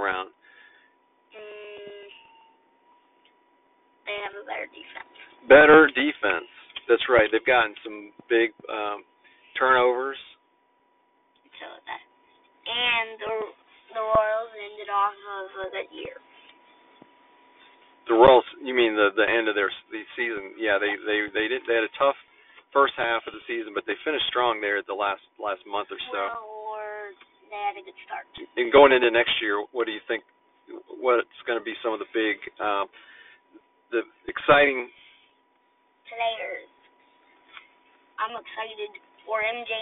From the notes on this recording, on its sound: record from the car so excuse the poor audio quality!